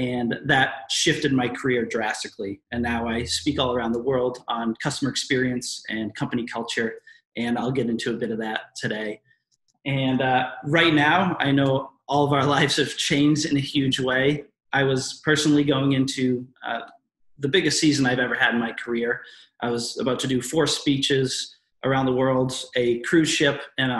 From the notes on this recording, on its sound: In this webinar recording